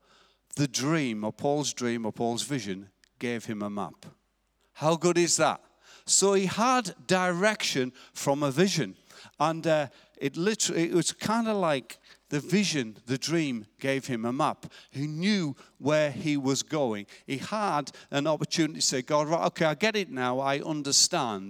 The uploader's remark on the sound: Recorded live at Life Church on Sunday 20th October 2019.